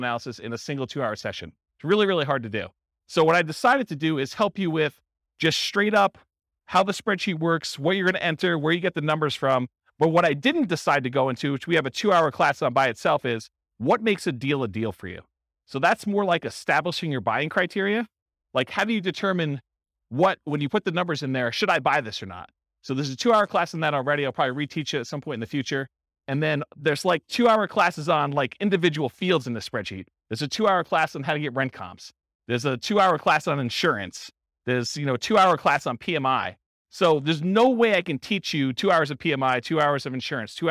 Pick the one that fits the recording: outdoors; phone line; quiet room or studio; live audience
live audience